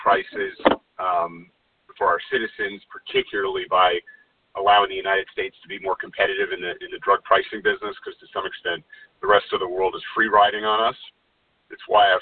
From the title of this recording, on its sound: Solutions 2020 conference call